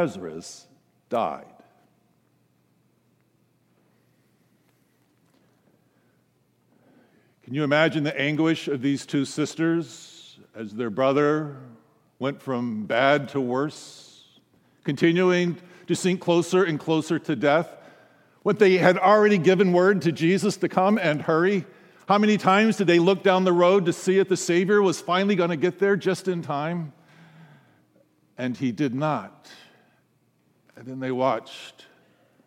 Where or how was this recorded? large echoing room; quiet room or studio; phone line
large echoing room